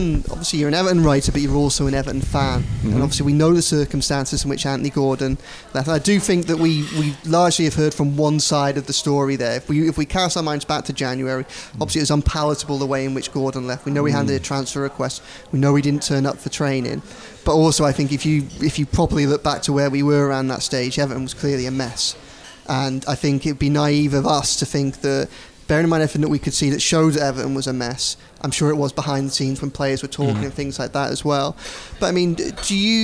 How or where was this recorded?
outdoors